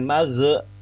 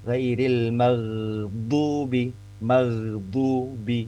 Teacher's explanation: Yang justru yang lebih tepat adalah ghairil maghdubi maghdubi. Jadi ghainya tidak dipantulkan tapi tetap terus · Shown in: second take